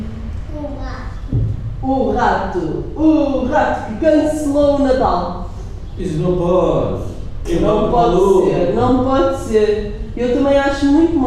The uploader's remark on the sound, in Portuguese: Gravado durante a Hora do Conto no Até à Lua no dia 08/12/2016